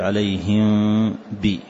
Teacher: فالنون ساكنة أو التنوين حقيقته في الإقلاب ينقلب إلى ميم ساكنة، فنطق الإقلاب في النون الساكنة أو التنوين أو الميم الساكنة واحد، فتقول عليهم بي، وما تطبق الشفتين وإنما تفتحها يسيرا، فهو إخفاء شفوي